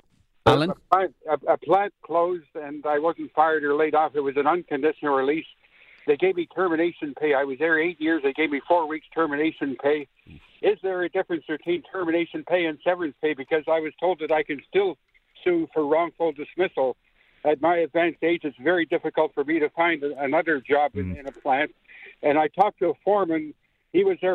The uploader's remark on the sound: took live calls from 640 Toronto listeners